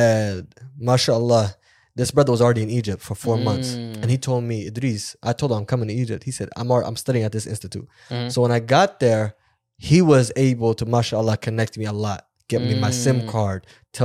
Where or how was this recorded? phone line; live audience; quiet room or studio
quiet room or studio